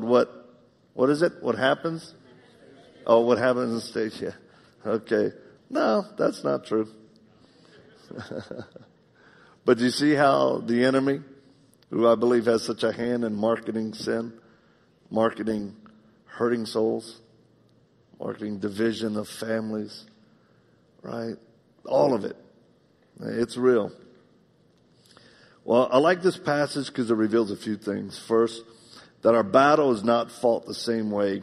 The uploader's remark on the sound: In this live message